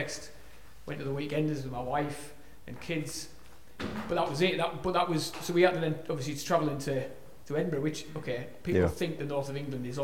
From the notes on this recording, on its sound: This weeks podcast was recorded at the 2022 Medhurst Ministries Weekender and features a Q&A Session.